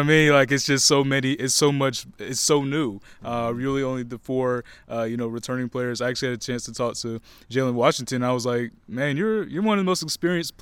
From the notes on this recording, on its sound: On Location at UNC Basketball Media Day.